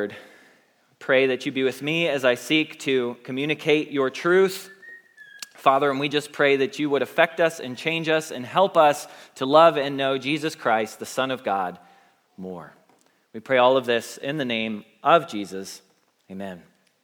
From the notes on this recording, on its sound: Message Preached at Valley Creek Church.